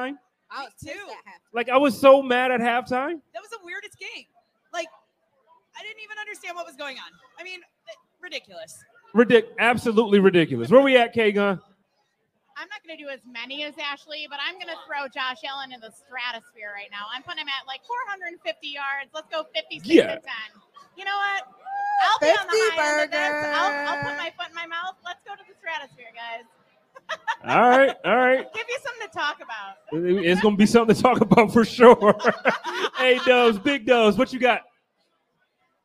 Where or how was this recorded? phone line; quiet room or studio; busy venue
busy venue